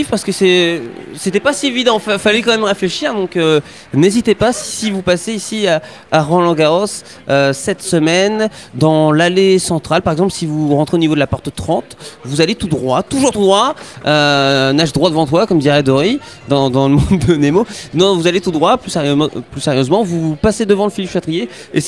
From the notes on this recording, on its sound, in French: en direct de Roland Garros